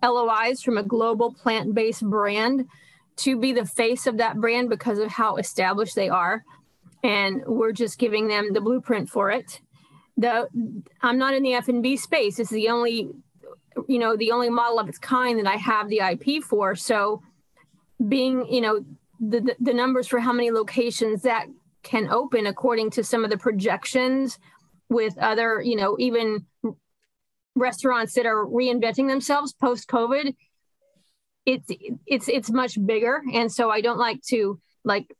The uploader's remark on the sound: Investors Gallery is a live call open to the public. Through this live zoom conference anyone can asks questions.